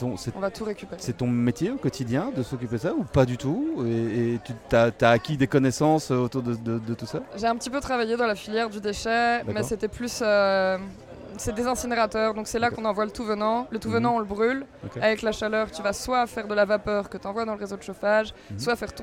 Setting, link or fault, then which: setting, busy venue